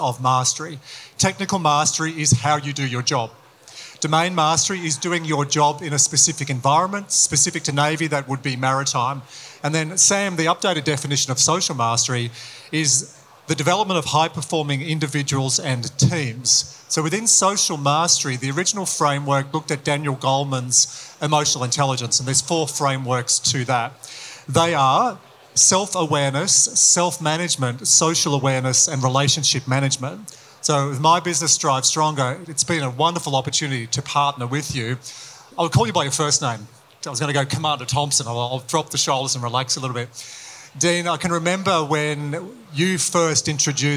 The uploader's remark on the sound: live interview at the Indo-Pacific Sea Power Conference in Sydney